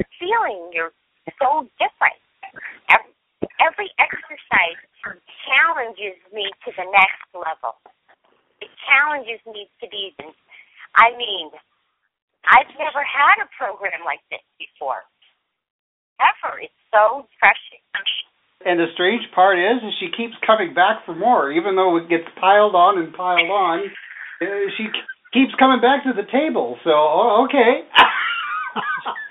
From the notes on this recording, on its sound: This series captures the best bits of a two-hour conference call recorded in June of 2015.